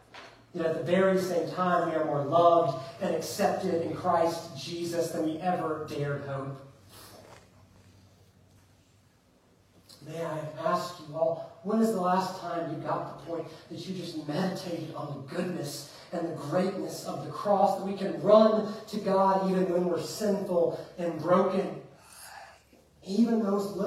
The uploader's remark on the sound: Preached at Fairview Church in Montgomery, Alabama on December 17th, 2023.